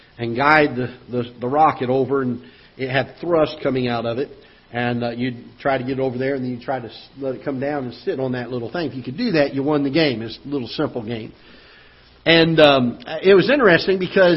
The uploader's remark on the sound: Ketha Heights Baptist Church ~ Live Broadcast